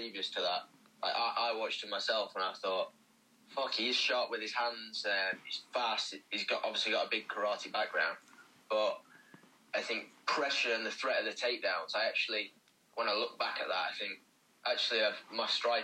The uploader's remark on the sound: via phone call